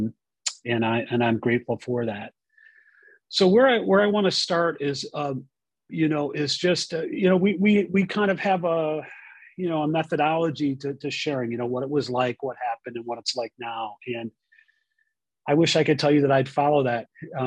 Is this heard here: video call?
yes